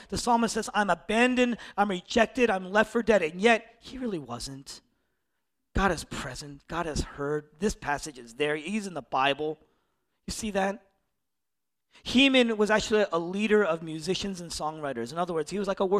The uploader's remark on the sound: originally preached in East Falls, Philadelphia